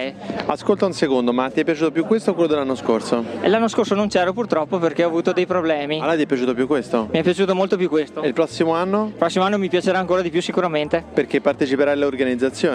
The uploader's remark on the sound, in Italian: Festival del podcasting a Milano. Incontrare dal vivo al Festival del Podcasting 2019 che si è tenuto al Talent Garden Calabiana di Milano.